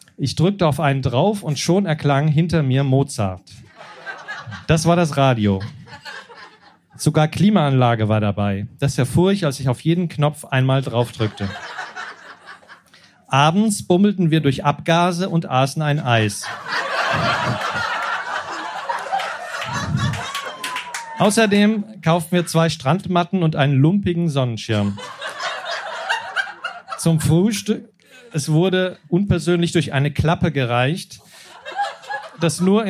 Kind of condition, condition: setting, live audience